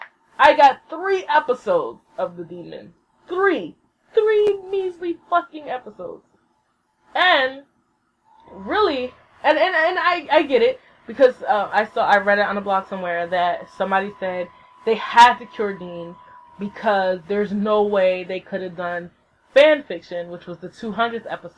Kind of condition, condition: fault, poor sound quality